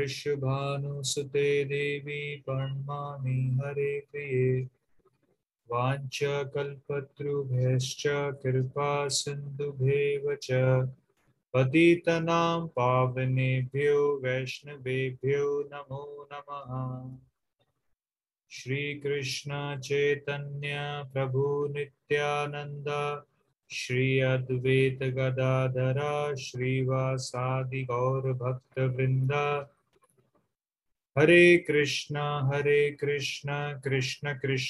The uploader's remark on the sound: Zoom recorded class